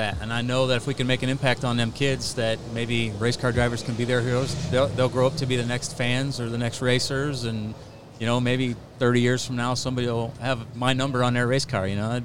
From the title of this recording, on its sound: LIVE FROM BIG D's PIZZA